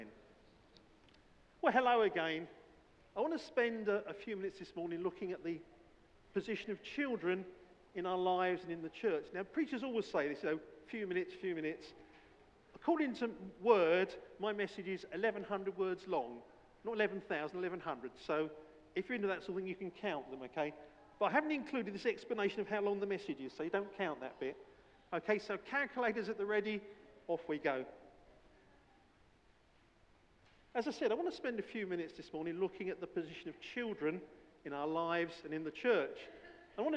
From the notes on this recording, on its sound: A recording of the scriptures and talk from our May All Age Family Celebration Service